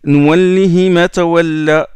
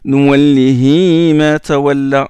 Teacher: Il ne prolonge pas Nouallihi le ha. Il ne la prolonge pas. · Shown in: first take · Le ha, il la prolonge.